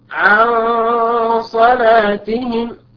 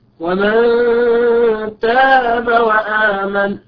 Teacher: بسبب وقوع حرف الصاد، والصاد من حروف الاستعلاء خص ضغط قز، ففخمت الغنة بسبب وقوع حرف الصاد بعدها وهو من حروف التفخيم · Shown in: first take